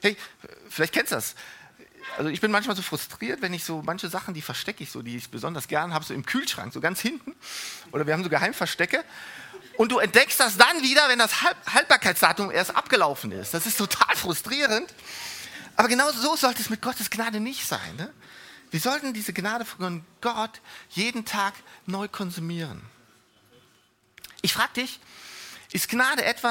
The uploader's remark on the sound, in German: Die Predigten der Lifestream Church Regensburg.